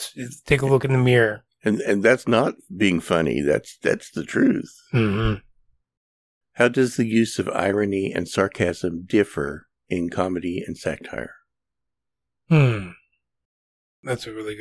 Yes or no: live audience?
no